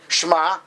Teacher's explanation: Now, it can be read in one of two ways. It can be read Shema, which means you're swallowing, so to speak, the shin, and the shin is connecting to the next letter, but you don't hear it. So that would be incorrect.